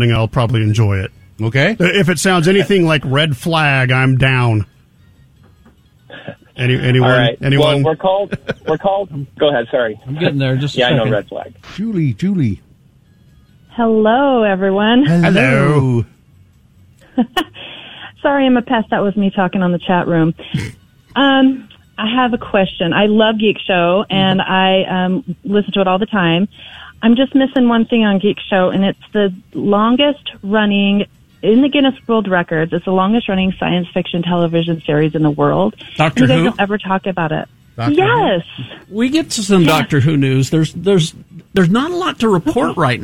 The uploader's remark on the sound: Listeners have a chance to call in.